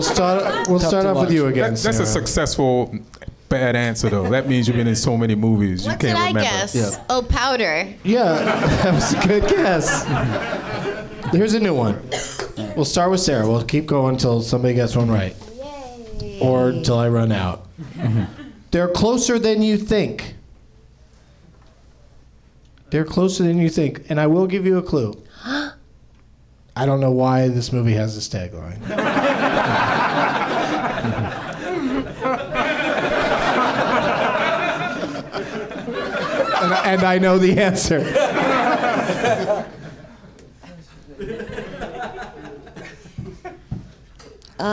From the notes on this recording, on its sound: Live from the NerdMelt Showroom in Los Angeles